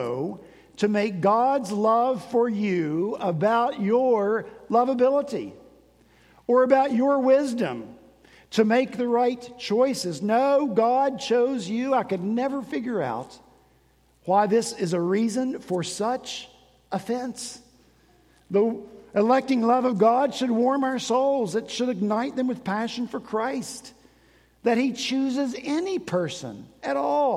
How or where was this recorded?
large echoing room